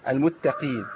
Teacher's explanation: القاف قوي فالتاء بقت قريبة للطاء وأنا عندي القاف هنا مكسورة